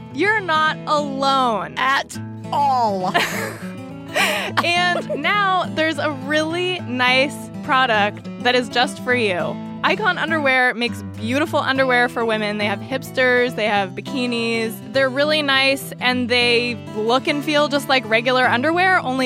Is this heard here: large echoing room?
no